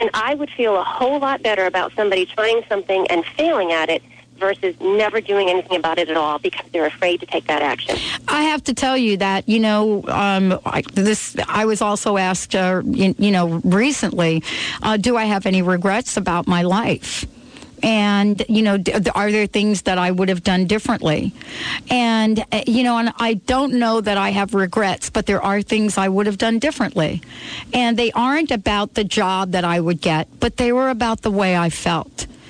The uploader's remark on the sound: Takes calls from listeners.